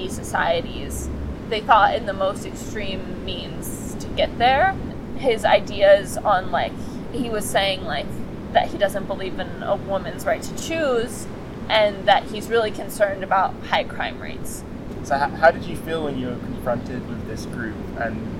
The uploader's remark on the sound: This podcast was recorded on the beach in Las Tunas, Ecuador.